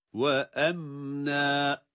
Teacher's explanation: أَمْنًا derken em cezimli halidir. İzhar ile okuduğumuz için mimi hunnesiyle telaffuz ediyoruz.